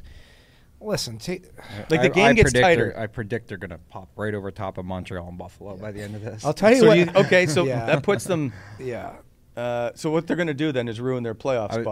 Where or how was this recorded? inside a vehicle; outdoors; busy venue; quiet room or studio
busy venue